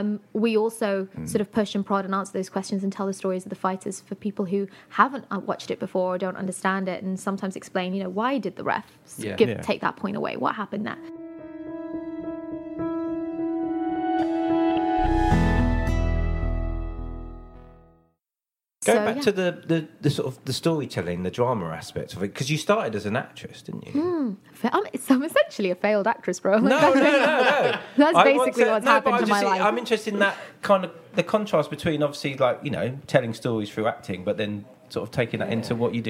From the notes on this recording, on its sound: at Nordic Bar in central London